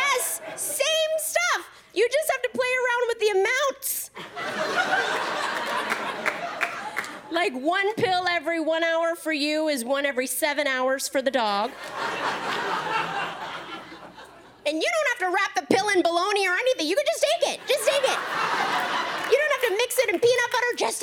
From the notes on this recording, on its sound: Special was taped at the Tribeca Festival in NY, one of the first events to re-open the city post-lockdown.